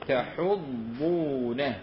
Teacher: بتاء الخطاب مع ضم الحاء من غير مد، فسوف تكون عندهم القراءة ولا تحضون على طعام المسكين.